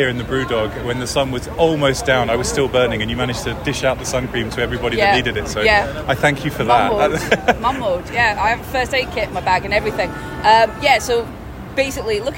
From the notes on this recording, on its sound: DEF CON 2023 Special, live from BrewDog Las Vegas. Recorded live in Las Vegas at DEF CON 31.